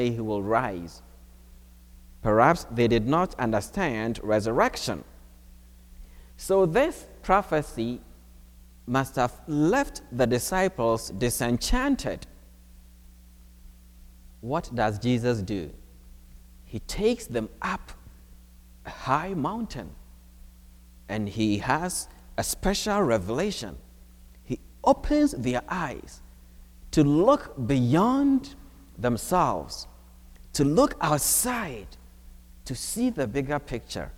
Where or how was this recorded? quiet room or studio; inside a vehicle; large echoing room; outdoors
large echoing room